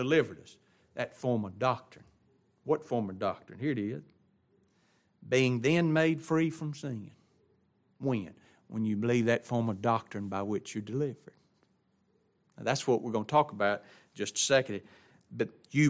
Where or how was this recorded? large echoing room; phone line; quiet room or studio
large echoing room